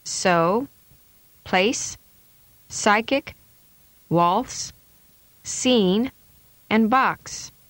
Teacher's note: This is a voiceless sound. The tongue tip is placed just behind the upper front teeth. Air is continuously released between the tongue tip and the roof of the mouth, creating a hissing sound.